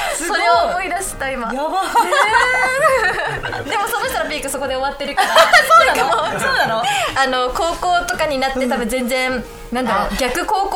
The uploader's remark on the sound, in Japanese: 好評につき2回目の公開収録です。